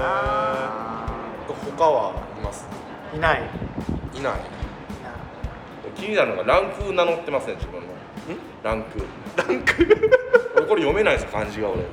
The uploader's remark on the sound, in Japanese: 外録音の為、風の音と雑音多め